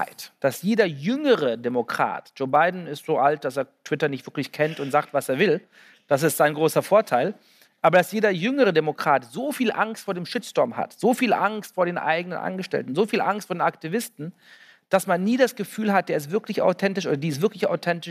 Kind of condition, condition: setting, live audience